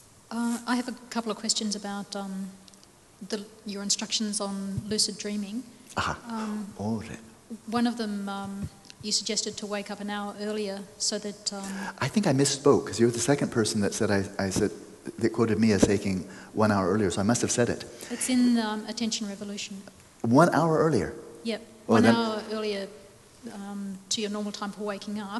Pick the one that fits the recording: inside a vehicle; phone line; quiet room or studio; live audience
live audience